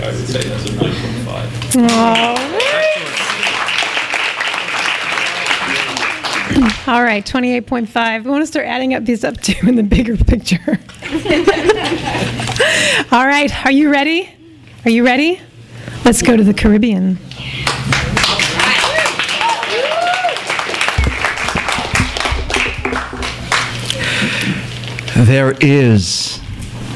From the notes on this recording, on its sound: THIS EVENT WAS RECORDED LIVE AT SKYLIGHT BOOKS APRIL 9, 2011.